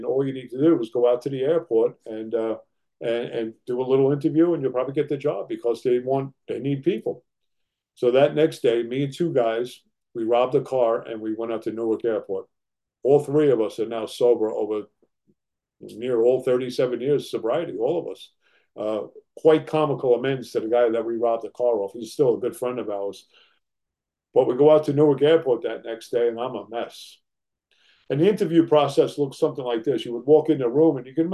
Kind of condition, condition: link, video call